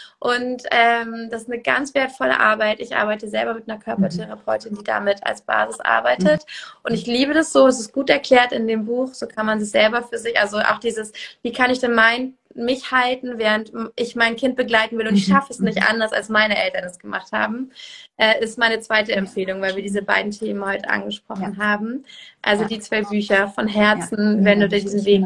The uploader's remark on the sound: INSTA LIVE